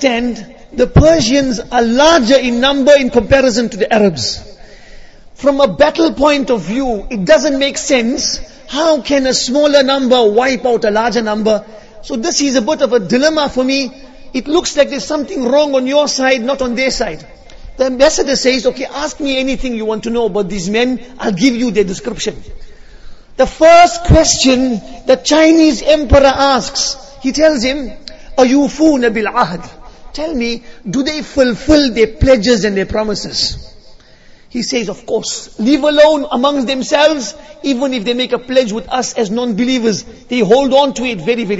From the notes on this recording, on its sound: Jumuah lecture